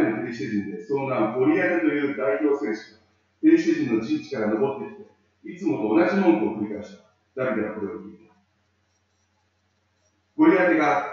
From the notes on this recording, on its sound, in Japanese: 町田純福音教会礼拝メッセージ。今回の礼拝は、機材トラブルにより音質がかなり悪くなっています。